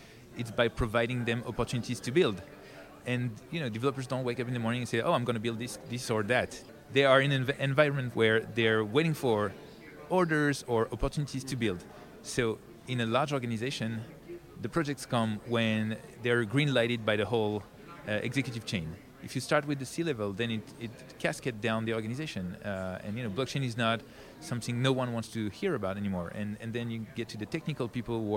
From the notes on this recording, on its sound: conducted at the Consensus 2023 Conference in Austin